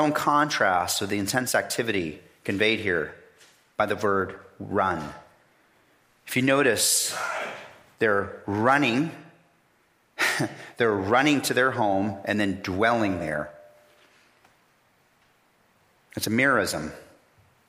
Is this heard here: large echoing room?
yes